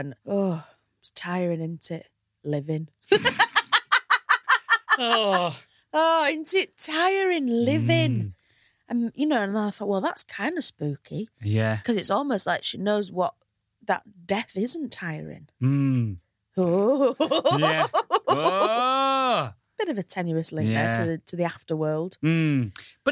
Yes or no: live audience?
no